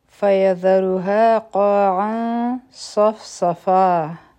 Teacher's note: فیذرها کی برو غټه وایو او ها به دوه حرکا راکاږو. قا دا هم غټ حرف دی او دوه حرکا به راکاږو.